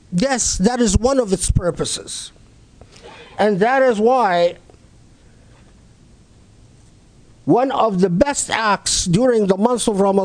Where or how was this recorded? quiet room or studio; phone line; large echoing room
large echoing room